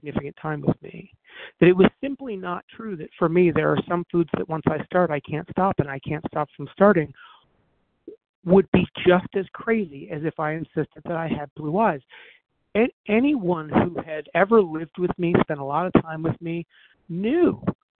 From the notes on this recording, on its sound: 100 Pounders Phone Meeting